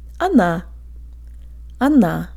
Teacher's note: Be sure to de-emphasize the first syllable and put the tip of your tongue behind your bottom teeth for the N.